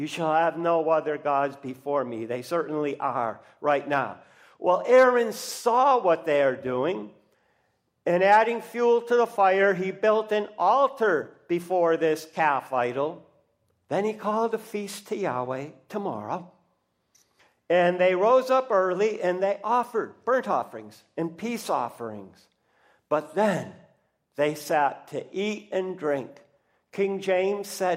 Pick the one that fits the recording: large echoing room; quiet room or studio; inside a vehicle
large echoing room